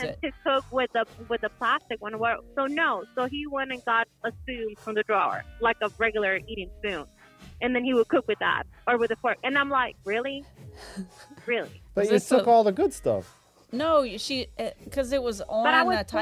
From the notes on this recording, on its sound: We talked with another guest on the phone.